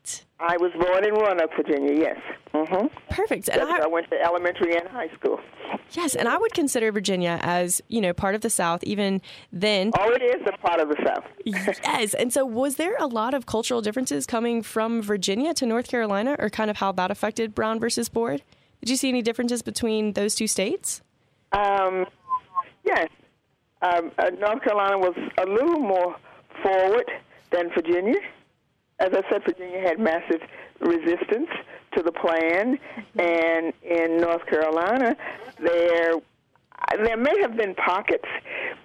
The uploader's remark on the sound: Unedited Phone Interview. This is the full phone conversation that was later edited for on air use.